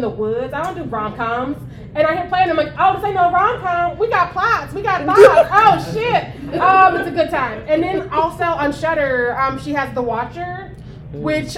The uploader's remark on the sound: For a LIVE podcast recording at Blerdcon 2023.